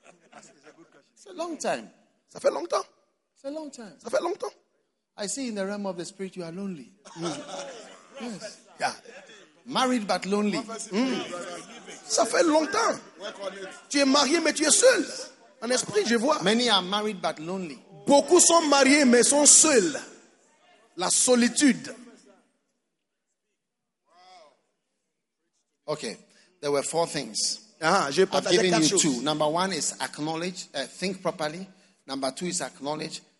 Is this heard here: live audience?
yes